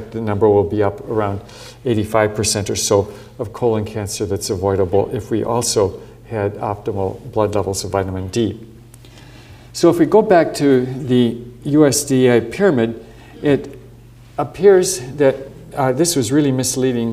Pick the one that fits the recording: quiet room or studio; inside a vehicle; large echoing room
large echoing room